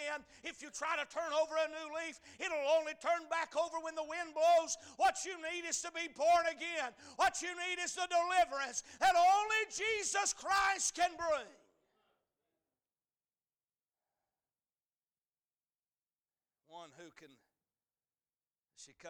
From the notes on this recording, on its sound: A message series preached at Crossroads Baptist Church on Sunday morning.